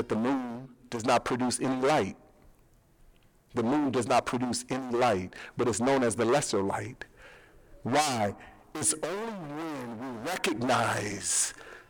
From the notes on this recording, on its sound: We apologize for the poor audio quality